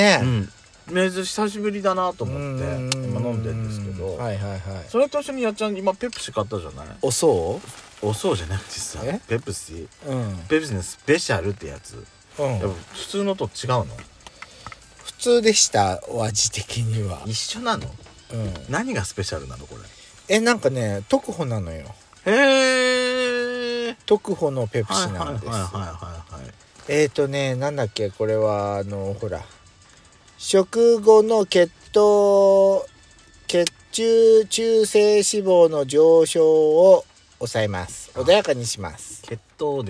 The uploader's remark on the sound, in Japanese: パーキング収録